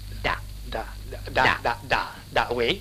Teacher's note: La consonne D, par exemple, se prononce en donnant du bout de la langue au-dessus des dents d'en haut.